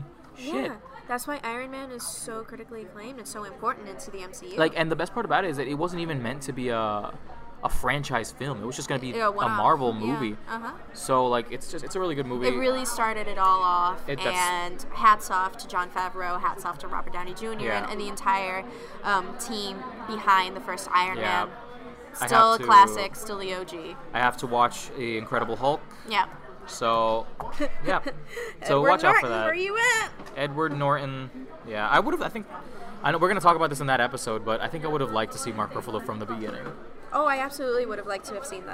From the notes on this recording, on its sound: During our mini crisis over the background noise